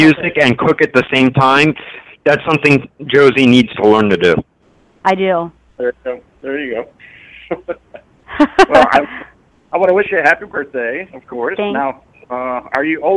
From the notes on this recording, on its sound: Surprise guest call ins!